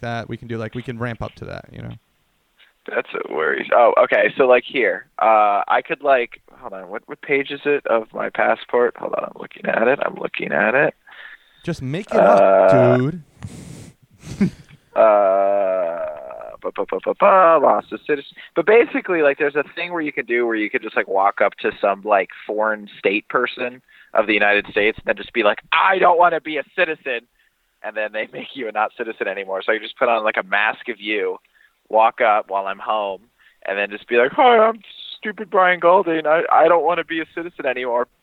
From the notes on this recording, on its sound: (*On the Phone). Get their new foreign correspondent from England on the phone.